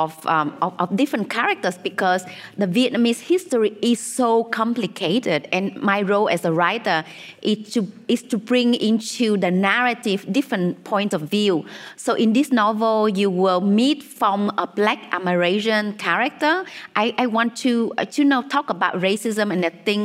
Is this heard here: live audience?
yes